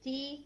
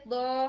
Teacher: تا کو جو ہے ہم ایک تو لائٹ ہوگا، دوسرا اس میں تھوڑی برتھ ہوا کی آواز آئے گی، یعنی ہمس ہوگی تی، اور پھر دو یہ ہیوی ہے اور اس میں ہمس نہیں ہے. تو اس طرح سے آپ نے ان کو ایک دوسرے سے فرق رکھنا ہے.